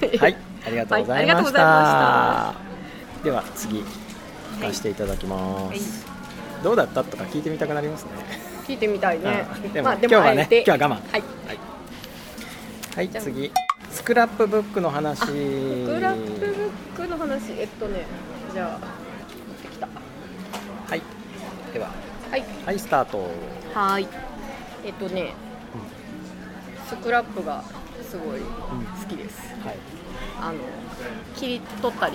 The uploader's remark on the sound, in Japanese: 収録日: 2017年6月28日 (雨) 収録場所: 上野公園